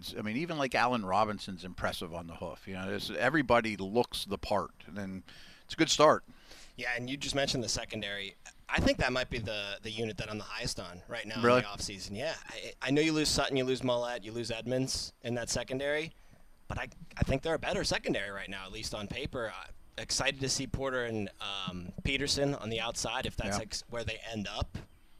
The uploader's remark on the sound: The Drive live from OTAs Day 5. Live from the UMPC Rooney Sports Complex.